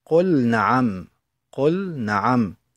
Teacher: ولم تدغم اللام في النون في قوله تعالى قل نعم للمحافظة على الألف بين النون وحرف الإدغام ولقلة استعمالها. · Term: حالة الإظهار